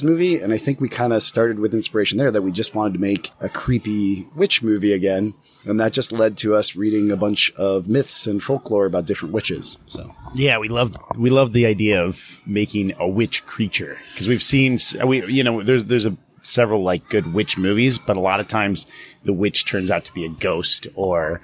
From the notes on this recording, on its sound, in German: Ein weiteres Interview präsentieren, das wir auf dem letztjährigen Hard:line Filmfestival geführt haben. Zu Gast in Regensburg.